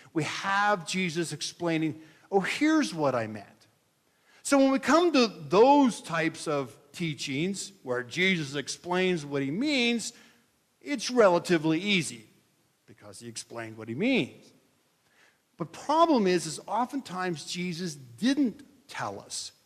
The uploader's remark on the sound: This is a message that I delivered on Nov 26, 2023 at Midway Mennonite Church in Columbiana, OH